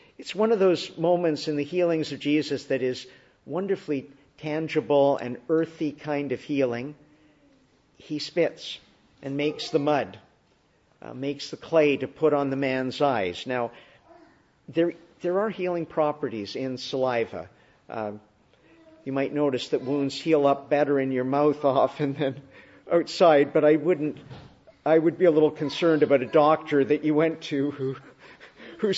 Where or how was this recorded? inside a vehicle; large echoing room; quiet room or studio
large echoing room